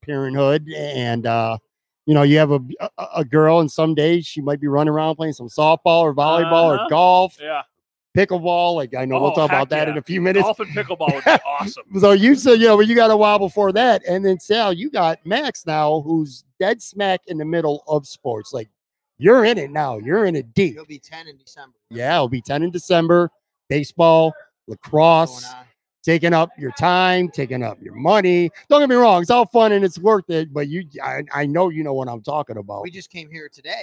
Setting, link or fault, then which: setting, busy venue